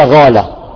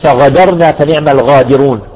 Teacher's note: أهل السودان يخرجون القاف غين، مثل يقولون بدال قال غالة